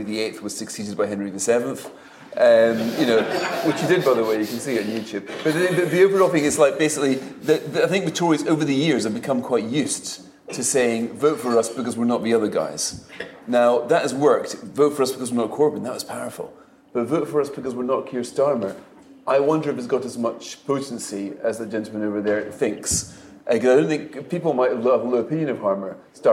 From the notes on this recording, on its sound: a live recording of Coffee House Shots from Tory party conference